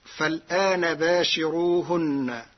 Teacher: أما كلمة باشروهن فقرأها ورش بترقيق الراء لوجود كسر قبلها